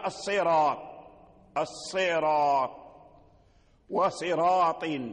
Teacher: مثال ذلك الصراط، الصراط وصراط، سواء كان حرف الاستعلاء منصوب أو مكسور أو مضموم كما سيأتي، فالصراط ورش يقرأها بالتفخيم كسائر القراء، لأن بعد الراء طاء، الطاء من حروف الاستعلاء الصراط، والصاد الأولى مكسورة، ولكن الذي أوجب التفخيم هو الطاء الذي وقع بعد الراء، هذا معنى كلام نظيم.